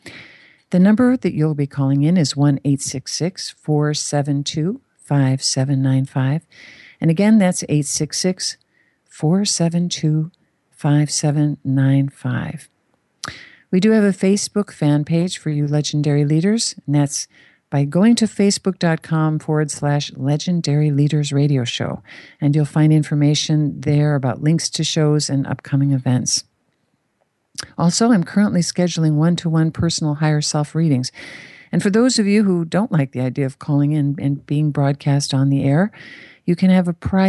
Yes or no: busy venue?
no